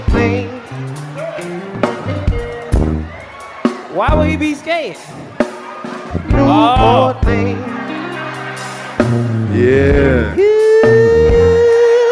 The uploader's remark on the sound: 85SouthshowLIVE from The House Of Blues NO. The crew returns for part 2 of The 85 South Live Show from the House of Blues New Orleans. Take the stage for stand-up comedy sets in front of a sold out audience on Decatur Street. You’re gonna love the musical songs created live on stage. The live band (hired off craigslist) check in to bring out the real New Orleans feeling.